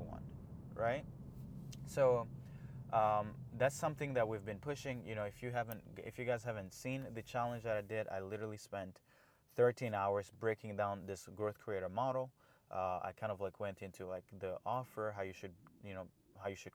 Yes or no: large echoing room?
no